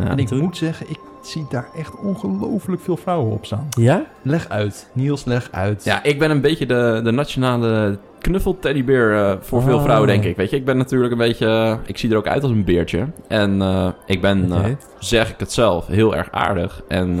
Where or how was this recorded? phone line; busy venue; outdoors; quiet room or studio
busy venue